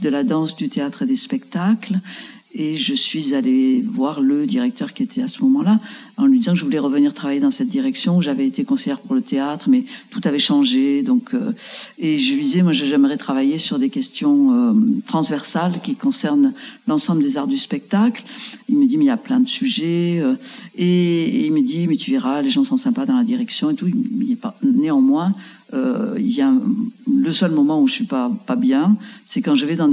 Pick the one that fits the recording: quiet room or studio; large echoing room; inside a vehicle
large echoing room